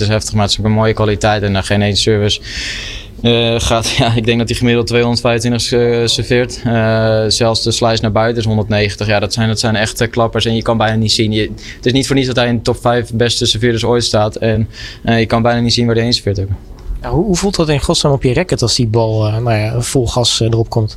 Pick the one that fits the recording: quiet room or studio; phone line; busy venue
busy venue